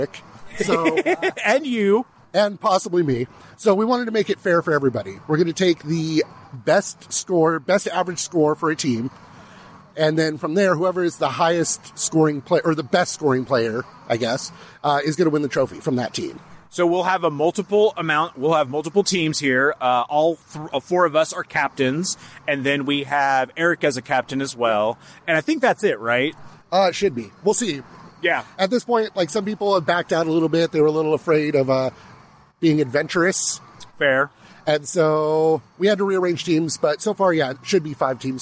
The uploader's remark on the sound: They recorded this episode during the first annual GCP Putt Stuff at Parkland Putters.